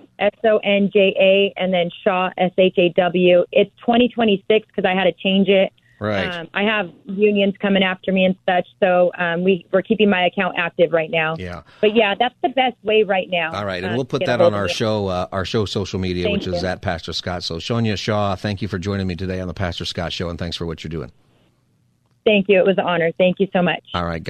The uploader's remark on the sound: Listeners call